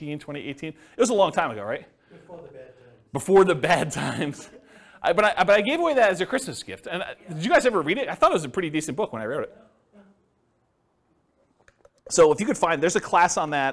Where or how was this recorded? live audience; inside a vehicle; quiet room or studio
live audience